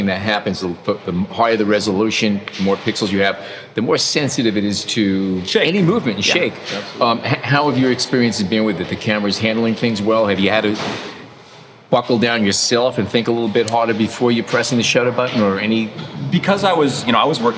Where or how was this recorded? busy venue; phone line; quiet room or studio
busy venue